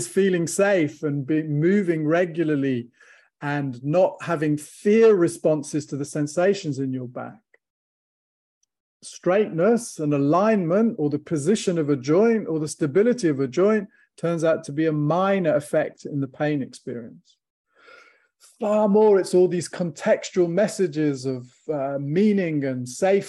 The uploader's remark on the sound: From the archives, audio from webinar